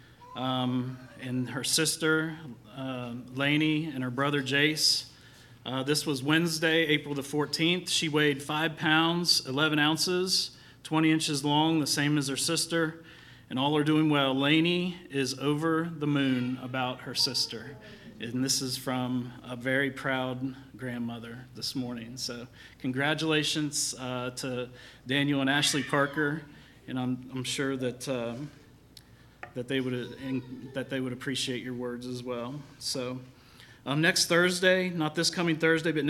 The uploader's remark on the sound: LIVE Services at Sunshine.